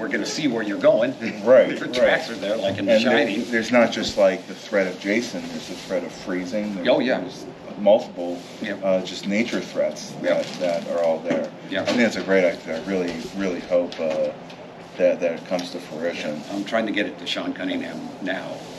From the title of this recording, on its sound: Live From Pittsburgh's Horror Realm Con 2023